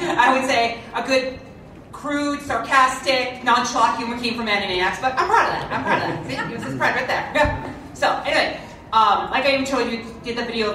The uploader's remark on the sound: panels at Twin Cities Con in Minneapolis from November 3-5, 2024